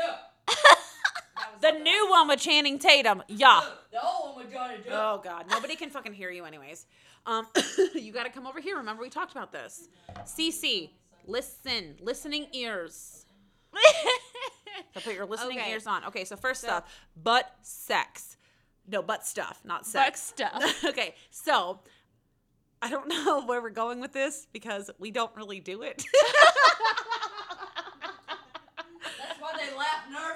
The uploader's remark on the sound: This week's episode, the ladies are in person in Savannah. You get the whole group of ladies and one mic.